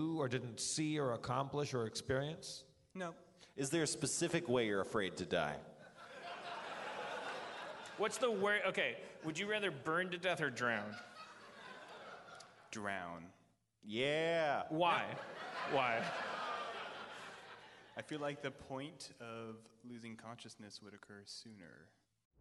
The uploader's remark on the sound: LIVE from Everything Is Festival 2015